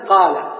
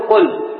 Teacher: ويمد المد الطبيعي بمقدار حركتين ولا يزاد عليها · Shown in: first take